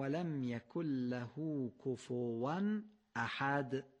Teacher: یعنی تنوین رو قشنگ تلفظ کنیم، بعد تیزی همزه رو بگیم کفوا احد، که این الف همزه حذف نشه.